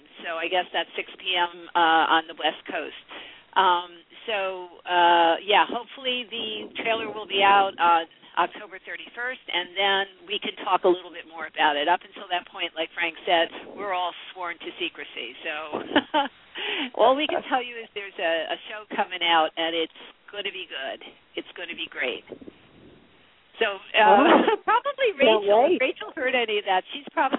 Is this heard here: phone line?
yes